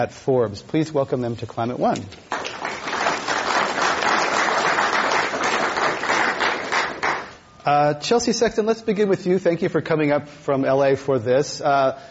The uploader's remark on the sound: This program was recorded in front of a live audience at The Commonwealth Club in San Francisco on April 23, 2012